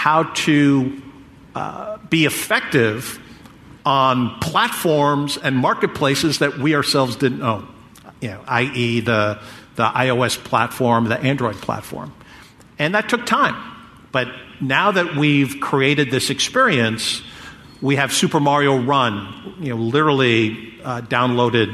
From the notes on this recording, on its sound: Recorded live at the GeekWire Summit.